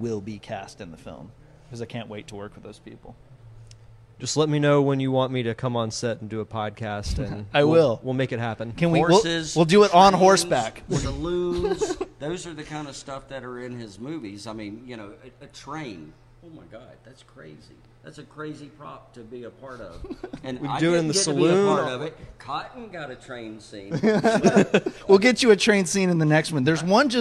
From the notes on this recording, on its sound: live from the Imogene Theater in Milton, Florida!